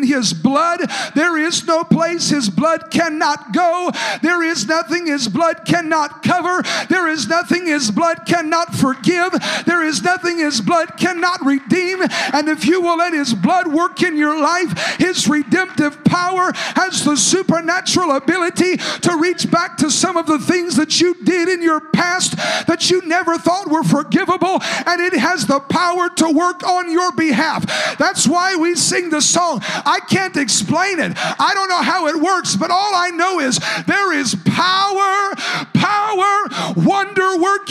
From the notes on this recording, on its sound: a service recording from Connect Point UPC